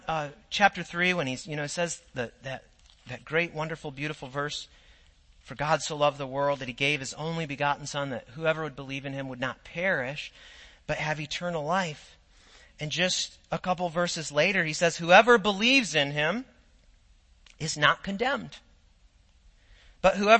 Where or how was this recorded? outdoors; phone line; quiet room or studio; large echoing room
large echoing room